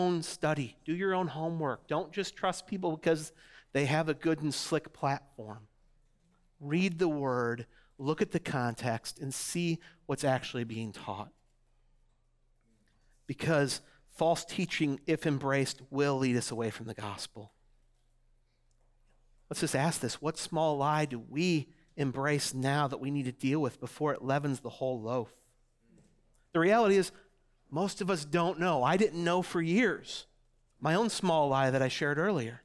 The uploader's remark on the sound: audio from New City Church in Champaign-Urbana, IL